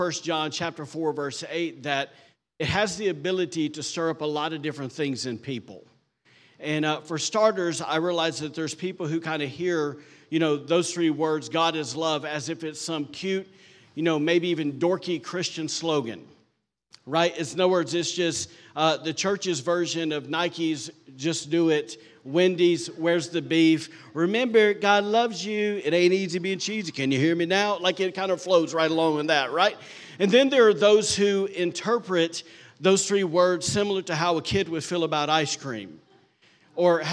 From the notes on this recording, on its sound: recorded on Sunday, August 6th, 2023, during service at The Anchor Church in Rockport, Maine